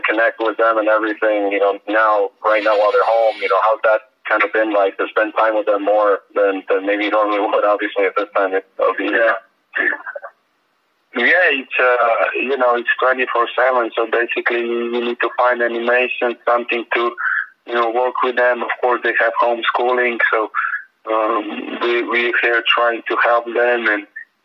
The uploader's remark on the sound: the Miami Heat set up a conference call